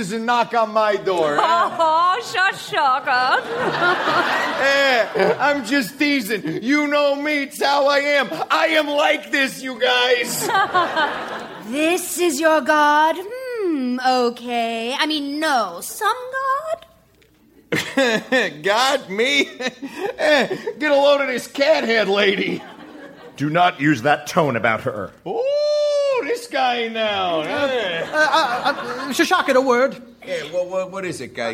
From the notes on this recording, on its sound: Recorded Live 3/3/2012 at Largo, Los Angeles.